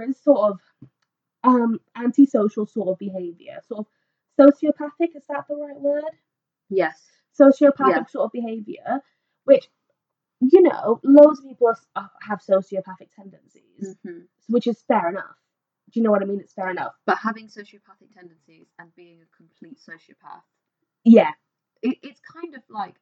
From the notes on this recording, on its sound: With even worse sound quality!